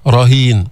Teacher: التفخيم بالراء لأنها مفتوحة